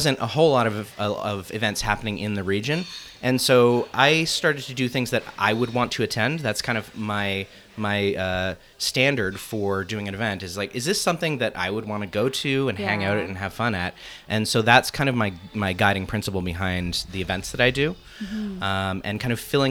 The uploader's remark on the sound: live at Goldies Convenience in DTK